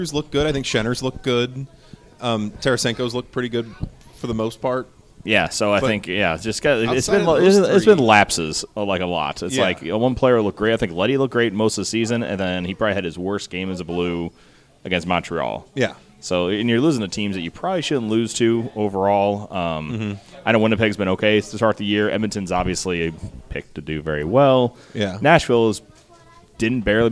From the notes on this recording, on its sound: Live from Altered State Comics. It was great to be in store for these chats.